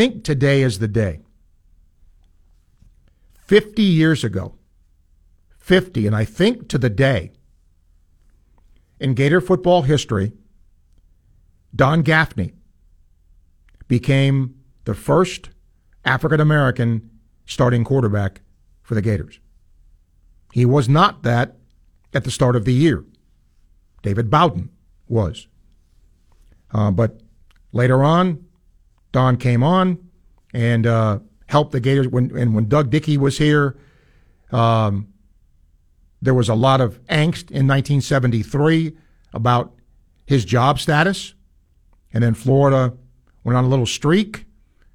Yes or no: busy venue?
no